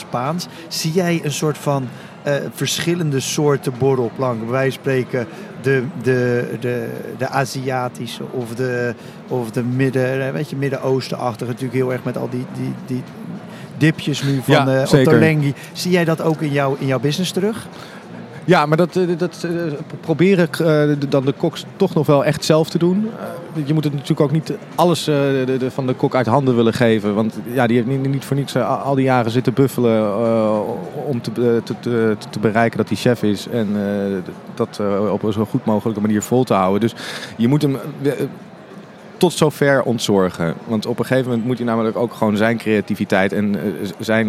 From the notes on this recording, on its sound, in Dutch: live vanaf de Horecava